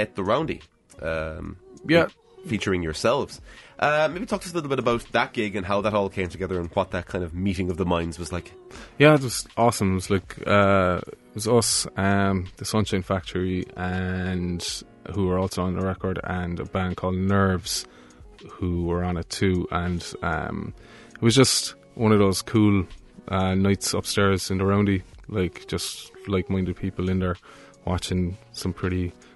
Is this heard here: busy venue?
no